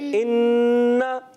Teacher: पहले वाला हमने गुन्ना तो किया मगर हरकत को नहीं खींचा, इन्ना रुक गए, इन्ना।